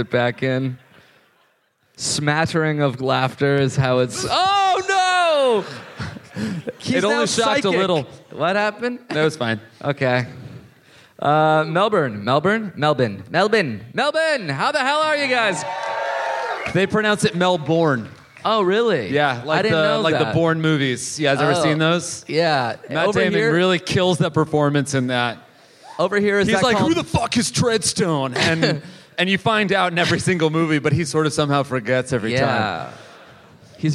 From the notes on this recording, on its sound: Live in Melbourne!